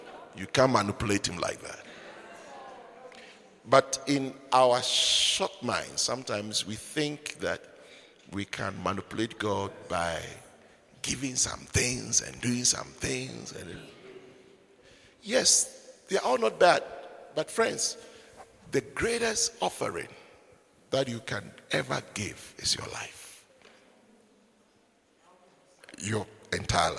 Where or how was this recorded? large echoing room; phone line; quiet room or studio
large echoing room